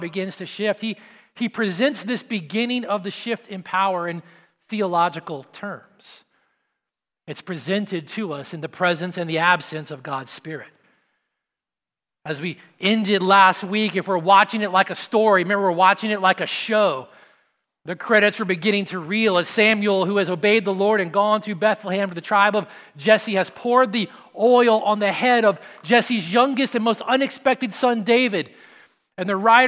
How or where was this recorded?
large echoing room